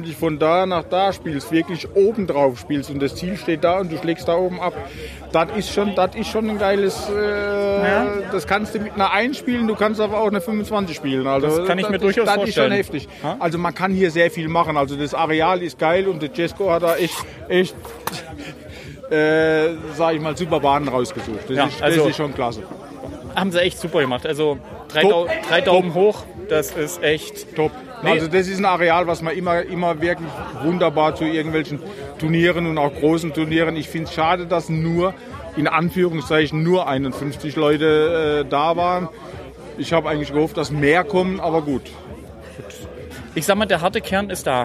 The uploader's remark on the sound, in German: live Vor Ort in Weinstadt vor das Micro bekommen